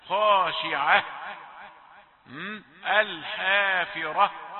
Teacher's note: لابد من يعني وجود صوت هواء الزفير في الهاء الموقوف عليها بالذات